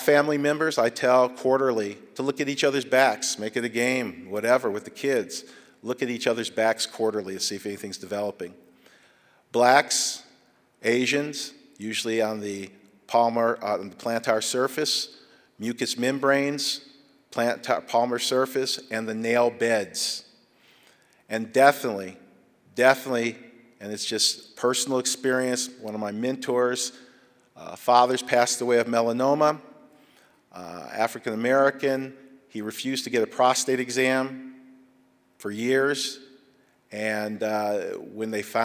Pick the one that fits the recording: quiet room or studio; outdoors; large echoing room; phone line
large echoing room